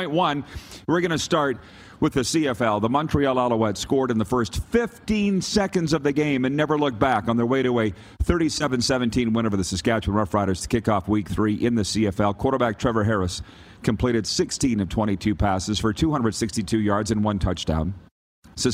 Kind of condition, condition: setting, busy venue